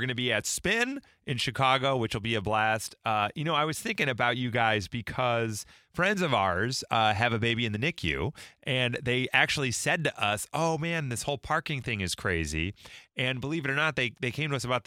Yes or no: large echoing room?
no